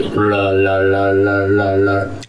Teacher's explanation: front of the mouth R's, so it sounds more like an L, but it's an R